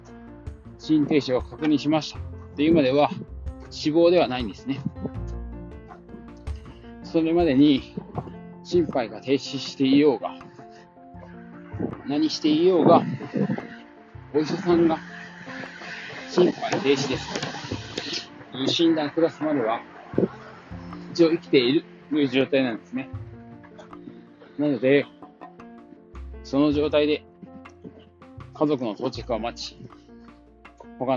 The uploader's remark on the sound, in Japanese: 歩きながら適当に話してます